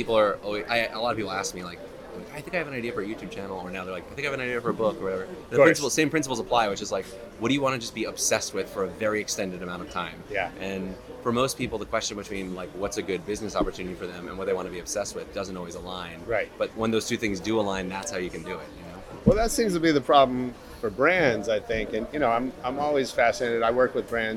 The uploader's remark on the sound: LIVE from Cannes Lions